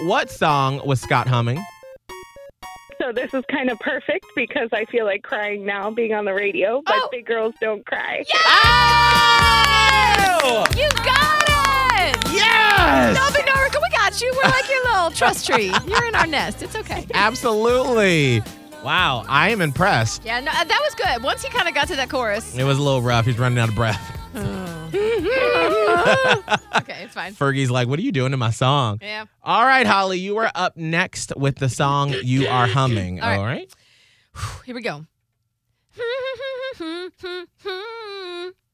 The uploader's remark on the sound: We each hum a song for a caller on the phone